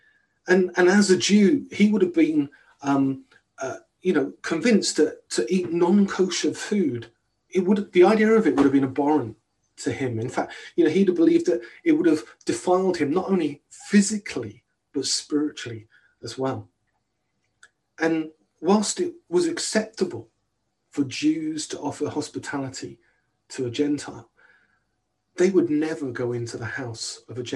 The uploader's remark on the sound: on 28th Februay 2021 at King's Church, Cockermouth, as an audio file